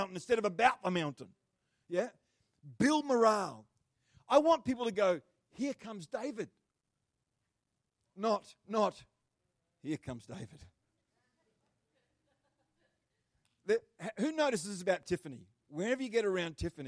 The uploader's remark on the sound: The live stream of Destiny Church Atherton.